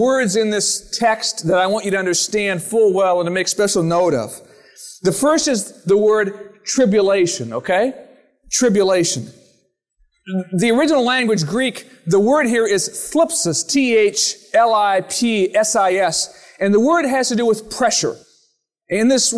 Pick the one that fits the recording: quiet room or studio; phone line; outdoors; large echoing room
large echoing room